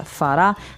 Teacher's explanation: So the accent is on the last syllable of that, farà